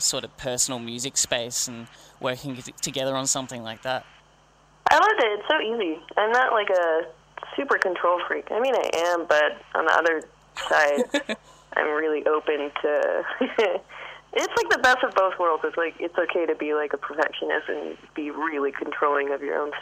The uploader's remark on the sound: hosts a phone interview